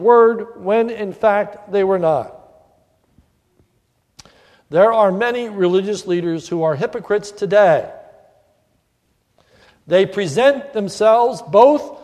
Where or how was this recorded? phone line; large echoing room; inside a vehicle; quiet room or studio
large echoing room